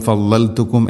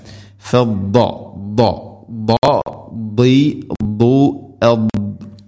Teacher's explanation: ഫദ്ദൽതുക്കും, ഫദ്ദ, ദ, ദാദിന് ശദ്ദുണ്ട്, കൃത്യമായിട്ട് മഖ്റജ് ശരിയാക്കണം. ദാദിൻ്റെ മഖ്റജ് നാവിൻ്റെ ഏതെങ്കിലും ഒരു സൈഡ് അണപ്പല്ലുകളോട് ചേർന്ന് അതിൻ്റെ അരു നീളത്തിൽ തട്ടിക്കൊണ്ടായിരിക്കണം · Shown in: second take · അതോടൊപ്പം അത് ഇസ്തിഇലാഇൻ്റെ അക്ഷരമാണ്.